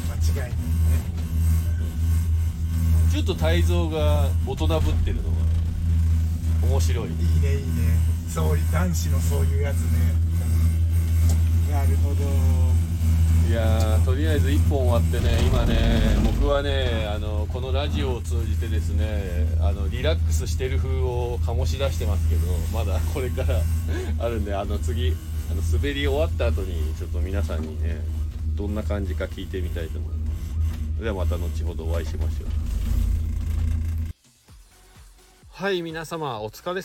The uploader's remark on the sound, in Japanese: 栂池高原スキー場で滑り終了後 車の中から。